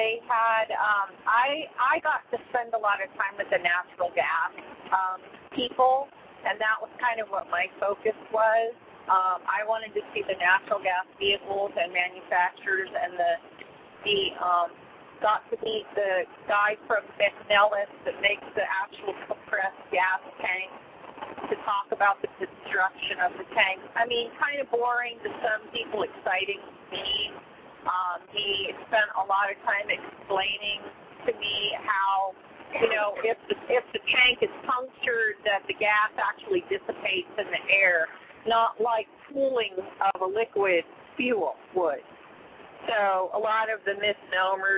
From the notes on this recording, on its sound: Open phone lines for whatever trucking topic is on your mind.